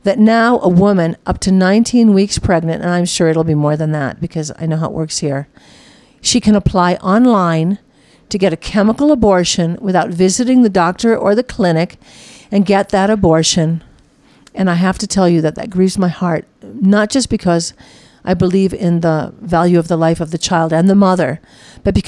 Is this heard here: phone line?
no